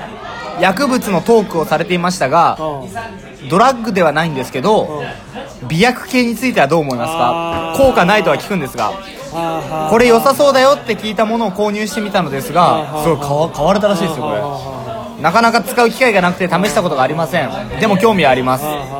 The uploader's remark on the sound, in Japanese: 居酒屋収録について。今回は居酒屋にて収録！